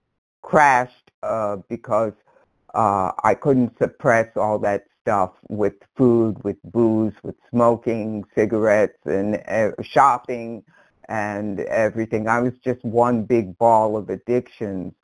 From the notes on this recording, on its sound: from the 100 Pounders Phone Meeting, 12/1/22